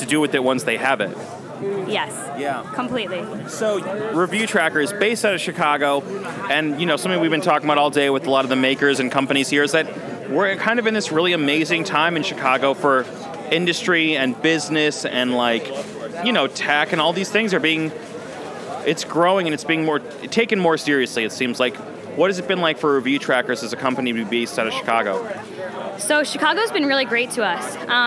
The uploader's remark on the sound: In an interview recorded at the ChicagoMade activation lounge at SXSW